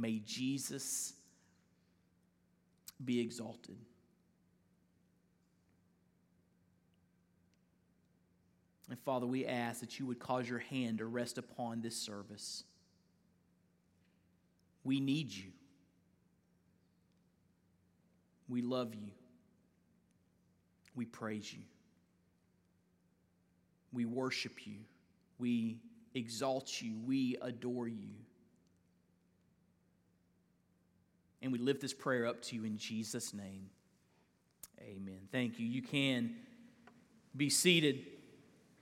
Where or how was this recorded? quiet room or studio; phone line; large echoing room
large echoing room